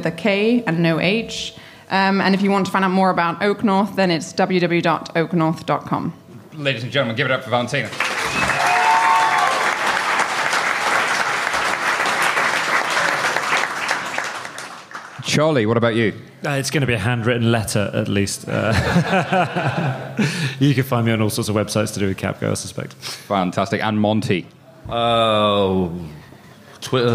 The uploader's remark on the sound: It's a Halloween-themed show recorded in front of a live studio audience at our home in WeWork, London. No live recording is complete without a good feature, so we have a bit of audience participation.